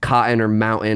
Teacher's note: people from Colorado tend to have this accent where we do drop hard consonants in the middle